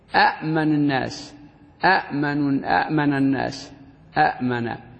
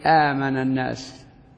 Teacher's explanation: وفي هذه الحال تلتقي همزتان في أول الكلمة، الأولى مفتوحة والثانية الأولى مفتوحة والثانية ساكنة، فالحكم في العربية أن تبدل الثانية ألفا رأسا · Shown in: second take · لا غير ذلك، فتبدل الثانية ألفا كما نقول من أتى أتى ثم ننطقها آتى، وهكذا آمن تصبح آمن الناس فهو آمن الناس.